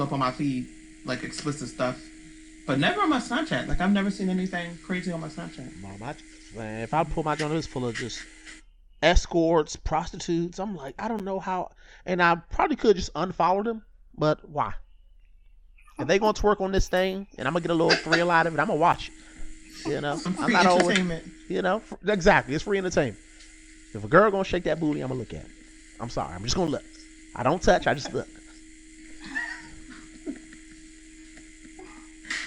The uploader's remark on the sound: Forgive the slight buzz, some small audio issues.